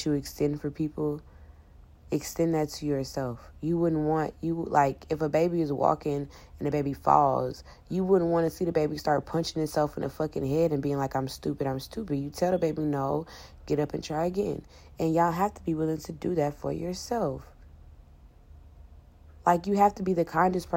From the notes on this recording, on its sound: i recorded it on my phone in the middle of the night